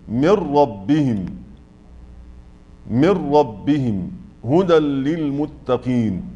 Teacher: القسم الثاني مع اللام والراء، ويكون الإدغام بغير غنة